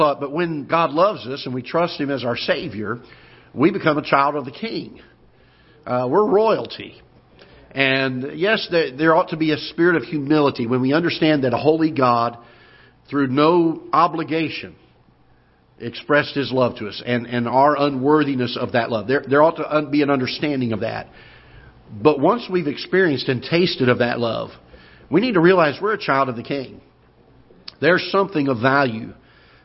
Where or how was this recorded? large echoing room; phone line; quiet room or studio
large echoing room